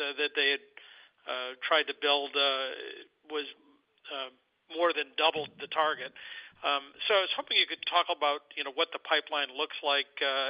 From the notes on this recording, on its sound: Fiscal Third Quarter 2024 Results Conference Call.